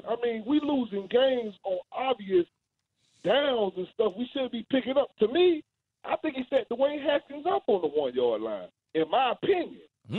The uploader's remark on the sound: Also, fans call in to discuss as well.